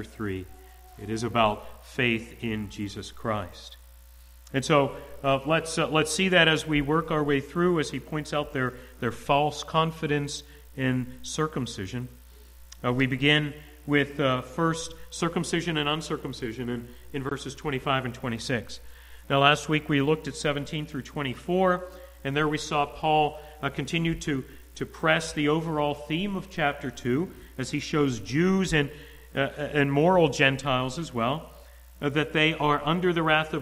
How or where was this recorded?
large echoing room